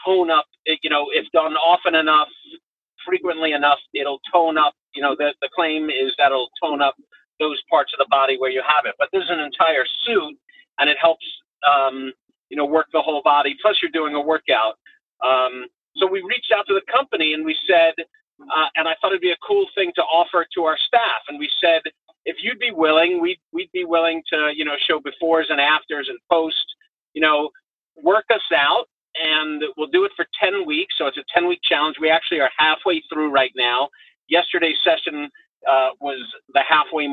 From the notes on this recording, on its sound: calls in from the car